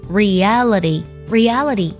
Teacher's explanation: 关系。所以这也是为什么我们要专注于积极的事物，并且想办法解决，我们就会有积极的生活，还有积极的结果。相反，如果我们的内心呢充满了负面的能量，把注意力集中在负面的事物上，那我们的生活呢也会充满了负面的情绪以及负面的结果。对了，最近我们爱去陪跑营已经开启了限额招生。如果你没有学习方法，坚持不了学习英语，但又想从根本上提升你的发音、听力还有口语，参加爱去陪跑营一定可以给你带来彻底的蜕变。请微信加早餐英语四个字的拼音，也可以点开节目文稿加我的微信。接下来我们来看一下这句话该怎么来读呢？首先要特别注意 focus 这个单词不能加儿化音，读作 focus。我们在读 C-U-S 这个音节的时候呢，发字母 U 呃的音的时候，舌尖抵在下齿， focus,focus。第二个 determine 这个单词呢，我们要注意它的重音在第二个音节上， determine 要这样去读。最后呢 reality,这里呢 ty 当中的 t 我们可以把它浊化成的的音